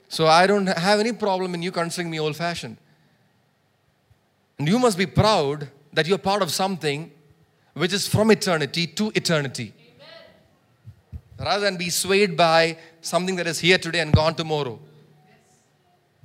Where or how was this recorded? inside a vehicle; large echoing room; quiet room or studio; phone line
large echoing room